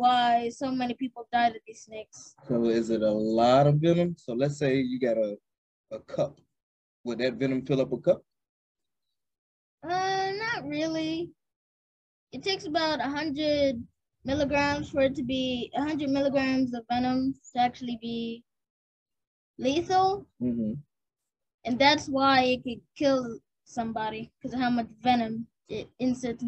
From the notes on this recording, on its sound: Excuse the Audio. Early recording!!!